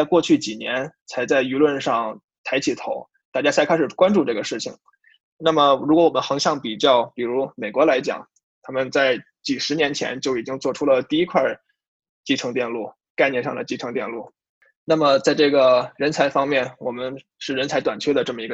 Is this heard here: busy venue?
no